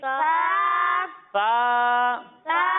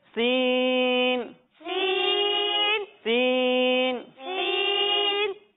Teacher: جب ہم سا کی ادائیگی کریں گے تو اس میں سیٹی کی آواز نہیں آئے گی، اور جب ہم سین کی ادائیگی کریں گے تو اس میں سیٹی کی آواز آئے گی، یعنی اسے ہم پڑھیں گے سا.